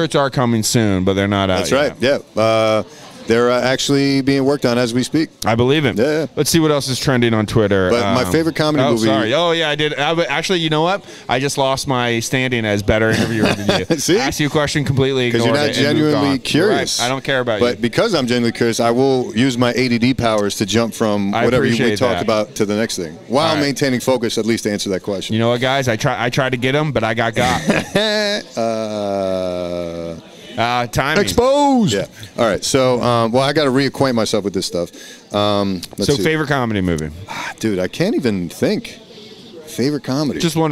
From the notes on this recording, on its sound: Live show at the Yacht Club.